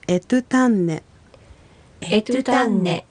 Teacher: E は母音なので、第二音節トゥの方にアクセントがついてエトゥタンネという発音になります